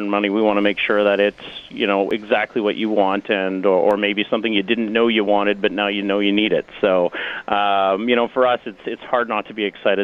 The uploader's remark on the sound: BROADCASTING LIVE AT CANADA LIFE CENTRE!